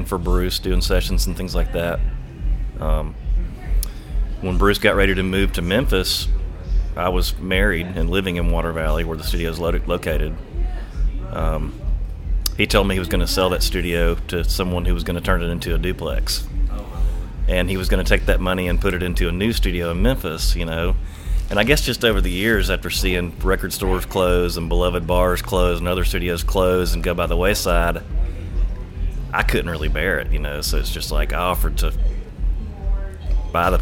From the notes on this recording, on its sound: at Avondale Brewing in Birmingham, AL for Brewzapalooza